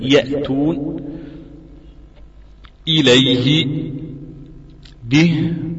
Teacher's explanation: أقصى الحلق أي أبعد منطقة من الحلق عن الشفتين، أبعد منطقة عن الحلق من الحلق عن الشفتين، وهذه مخرج الهمزة والهاء. همز فهاء وهي منطقة الأوتار الصوتية، كنحو أن تقول كلمة يأتون إليه به هذا حتى المحركة، تتجلى فيها بتبان.